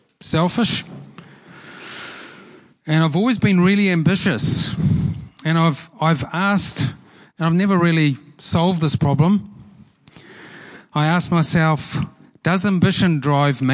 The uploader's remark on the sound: Preached at Horsham Downs on 13/08/23